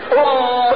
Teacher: الميم يا رجالة تخرج من بين الشفتين مع انطباق